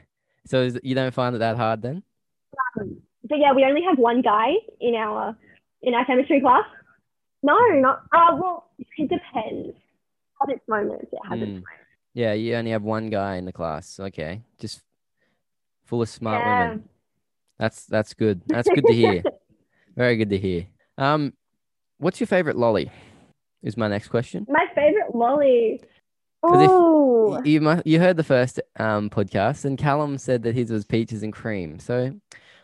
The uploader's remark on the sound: joins me over zoom